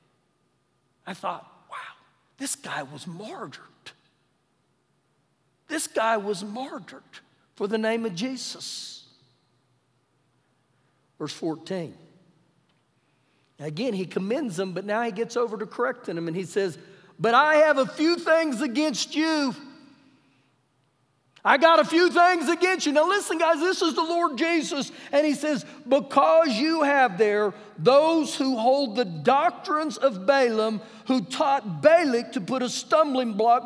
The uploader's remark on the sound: Recorded live during our Wednesday night service.